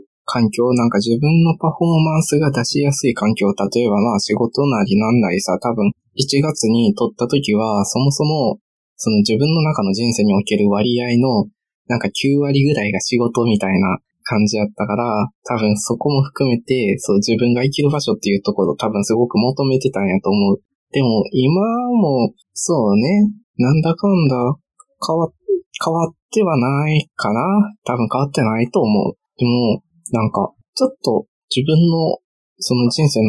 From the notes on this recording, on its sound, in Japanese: いつもと音声が違うかもしれないです。お聞き苦しくてすみません。